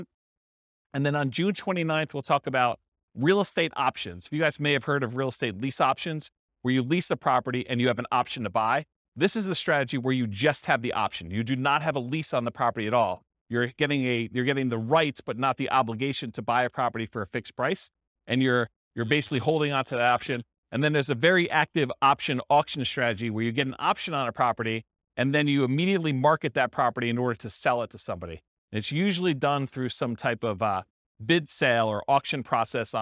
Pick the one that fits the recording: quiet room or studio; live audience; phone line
live audience